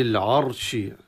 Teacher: واللام في العرش تظهر عند العين، لام التعريف. والعرش الراء ساكنة تفخم